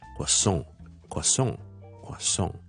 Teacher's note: 如果美式英文呢通常呢啲咁嘅来自法文嘅字呢就会将个重音放喺后面